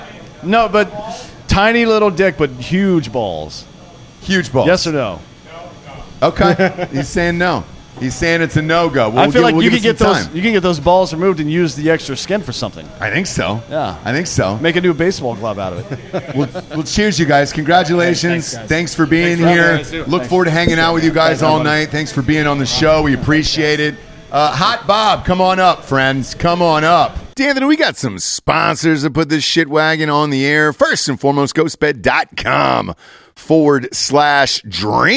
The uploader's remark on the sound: Live From Miami. The gang goes live from the bar Thank You Miami next to LoanDepot Stadium before going into the Marlins game.